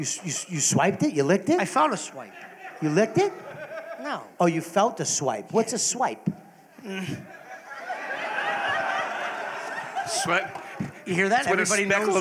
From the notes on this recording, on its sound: Live from Skankfest! Live From Skankfest 2023.